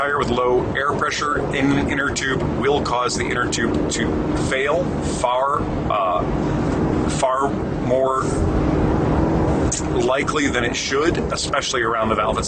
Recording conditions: inside a vehicle